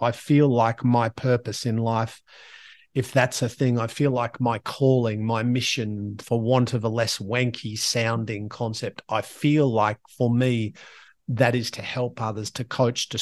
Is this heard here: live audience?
no